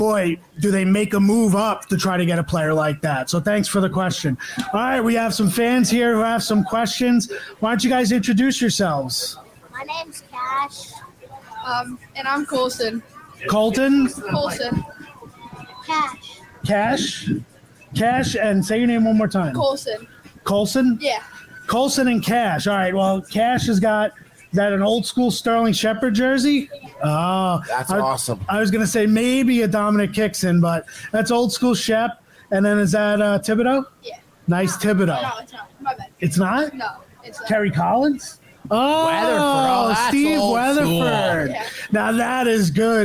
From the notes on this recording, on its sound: LIVE From The Giants 2023 Draft Party.